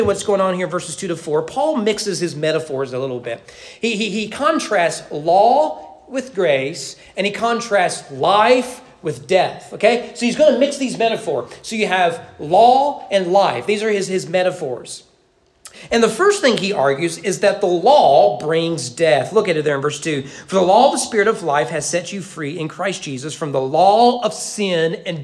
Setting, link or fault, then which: setting, large echoing room